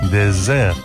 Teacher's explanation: La diferencia consiste en que désert, desierto, se pronuncia con una S sonora